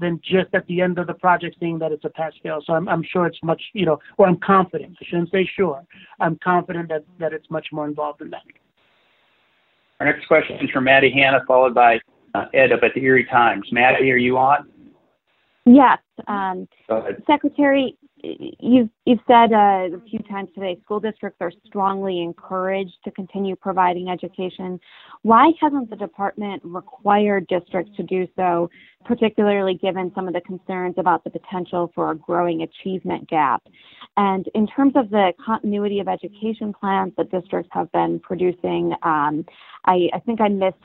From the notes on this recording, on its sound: conference call